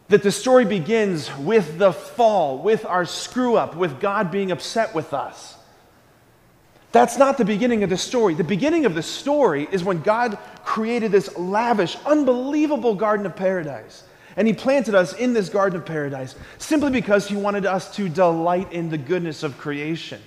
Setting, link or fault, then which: setting, large echoing room